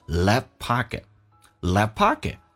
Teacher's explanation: And $2 in your left pocket.来看一下 left pocket, left 这个 f 其实是不用发，因为两个辅音并列在一起，只用发后面一个，气流阻塞叫 left, left.所以变成 left.Pocket, left pocket.如果这个速度再快一点，这个 T 也不用发，就变成 left 气流阻塞